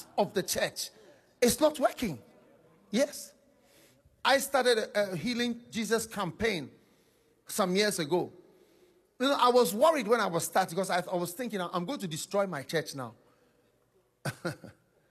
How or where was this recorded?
live audience